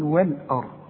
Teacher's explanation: اللام انت خدتها قبل كده انها مرققه دائما، هنقول وال آ، وال آ. الراء هي المفخمه عشان قبلها مفتوح، هنقول والارض